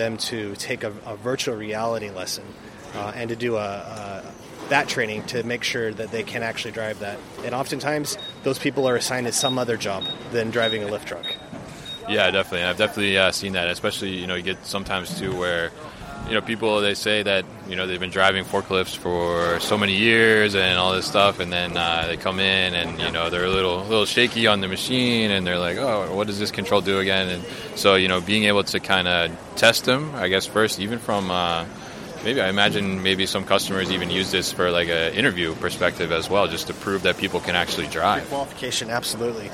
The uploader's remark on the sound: at The Raymond Corporation's MODEX 2020 booth